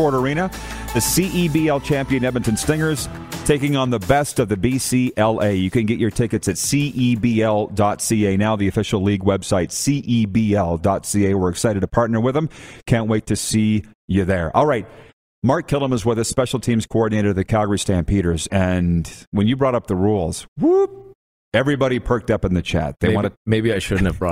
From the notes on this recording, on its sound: LIVE at the Grey Eagle Casino and Resort!